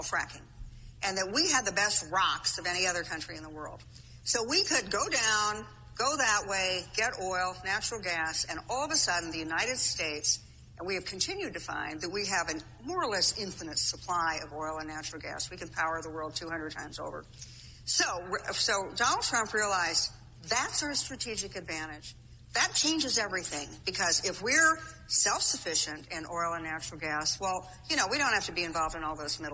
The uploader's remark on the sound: LIVE From CPAC